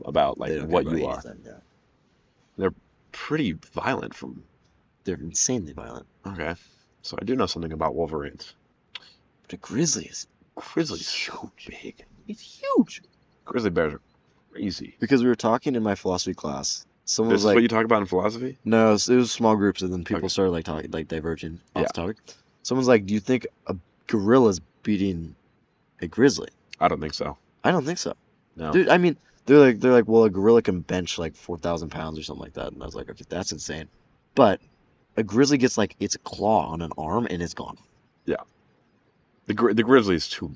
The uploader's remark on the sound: This was recorded outside so there may be wind.